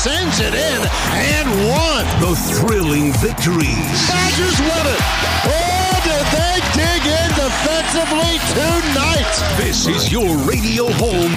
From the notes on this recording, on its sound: Live from Marshfield Medical Center Beaver Dam.